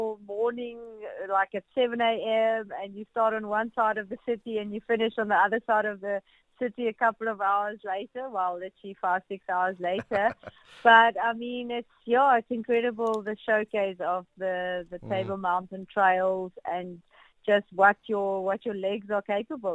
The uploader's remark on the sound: Guest on the line. A keynote speaker from Cape Town.